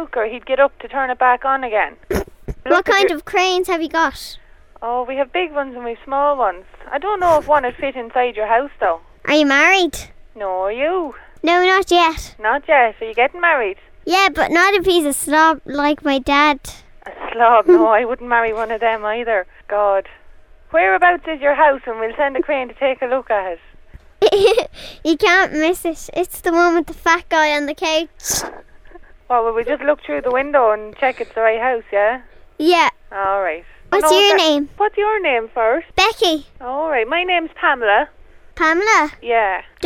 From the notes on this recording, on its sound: Prank Phone Calls